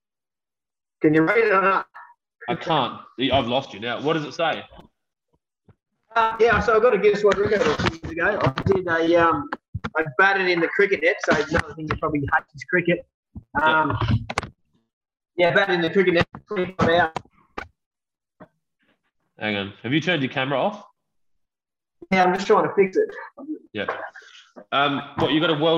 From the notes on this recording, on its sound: This is the last time we use Zoom for any podcasts! Unfortunately, we experienced a few audio dropouts and the connection wasn't the best.